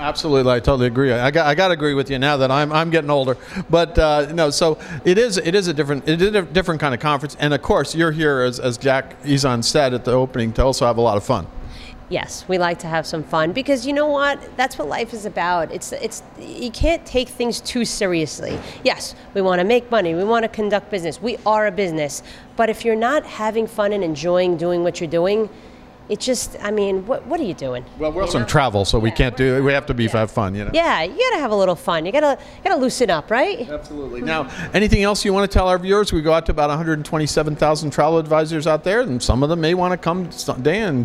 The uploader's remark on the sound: at the Embark Immersion conference at the NIZUC Resort and Spa in Cancun